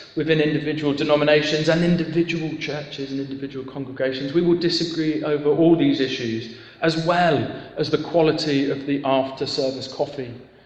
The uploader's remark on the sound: Talk for the ecumenical worship and concert 'Better Together' at Harlington Baptist Church on 27th June 2015